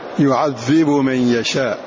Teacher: إدغام هذه الباء في الميم حيثما ورد، ف فإنه مضغم عن السوسي، يعذب من يشاء، وفي من يشاء با يعذب، حيثما أتى مدغم، حيثما ورد هذا اللفظ فهو مدغم.